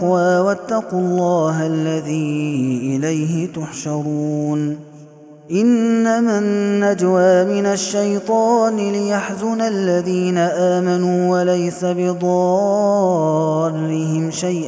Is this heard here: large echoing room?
yes